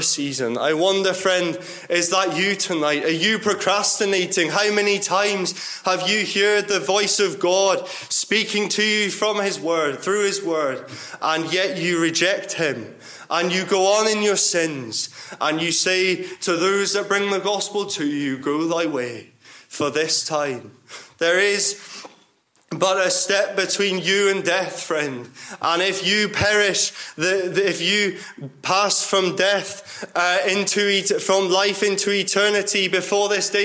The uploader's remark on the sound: Gospel Audio from Ballyclare Gospel Hall